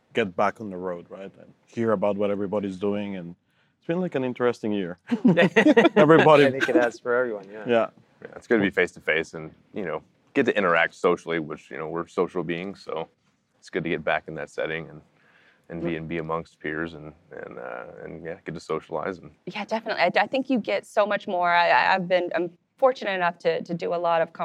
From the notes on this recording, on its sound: Live From Ignite. Live in San Antonio.